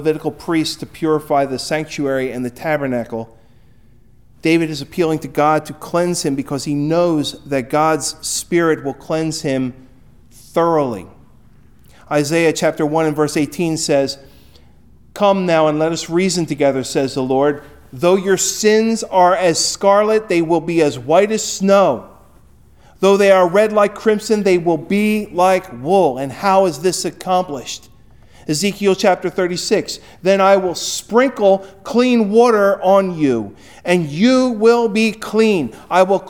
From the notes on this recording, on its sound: Recorded at Hudson UMC on February 14, 2024